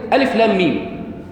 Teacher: الألف هتتمد كام؟ مفيش مد، واللام؟ اللام ستة، والميم ستة